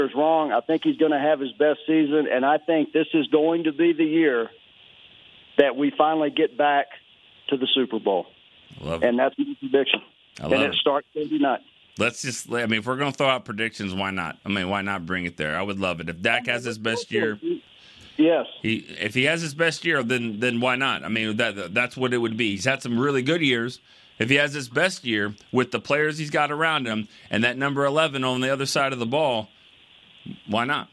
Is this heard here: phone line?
yes